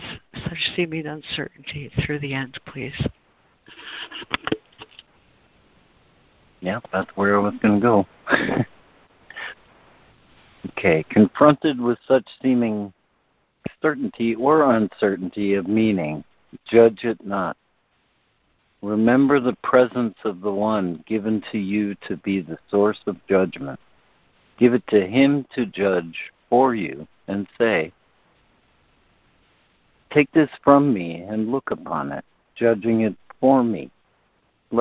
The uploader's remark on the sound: ACIM Daily Conference Call